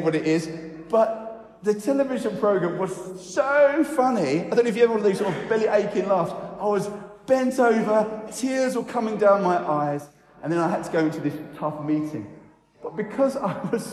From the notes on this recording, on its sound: I recorded on Sunday 21 st May an encouraging talk at Newcastle Holy Cross (Fenham)